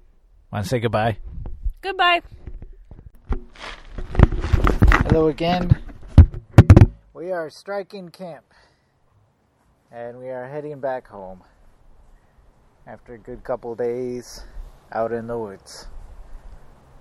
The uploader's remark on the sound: took an end-of-summer bike camping trip, and recorded a little audio!